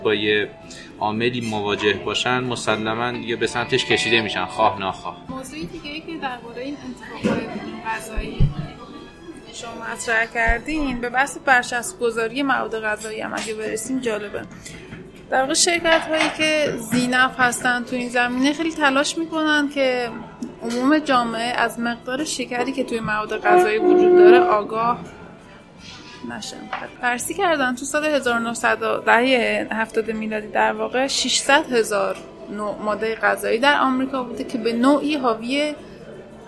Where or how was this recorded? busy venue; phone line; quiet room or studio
busy venue